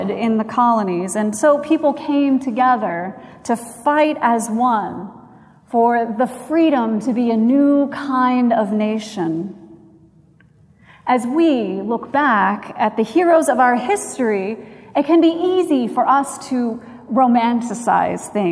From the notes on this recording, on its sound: Recorded July 2, 2017 at Trinity Presbyterian Church in Bixby, Oklahoma